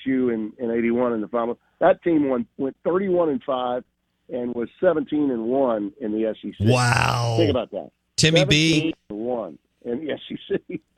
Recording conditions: phone line